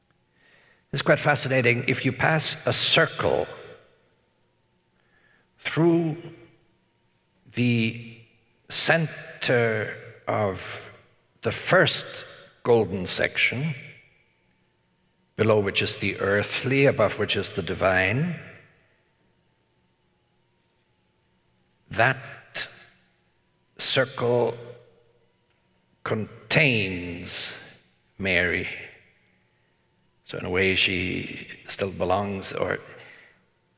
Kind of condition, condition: setting, large echoing room